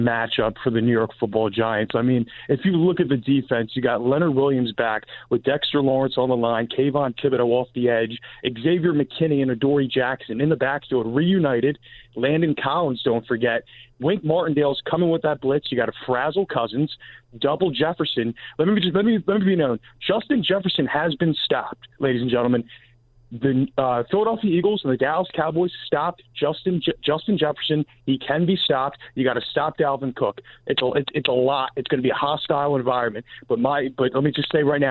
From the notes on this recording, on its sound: Listeners call